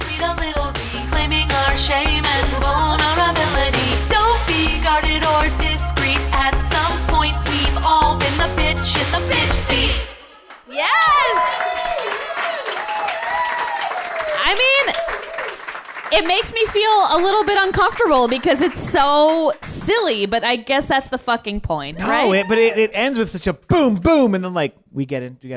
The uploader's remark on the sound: Recorded live on February 22, 2018 at the Meltdown Showroom, Los Angeles, CA